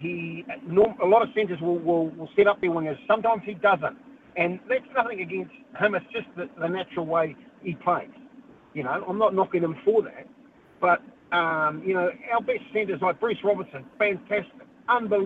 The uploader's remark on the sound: Your calls & texts.